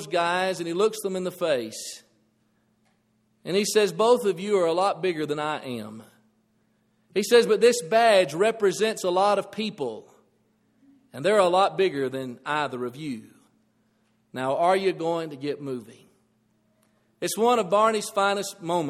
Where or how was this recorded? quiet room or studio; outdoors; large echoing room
large echoing room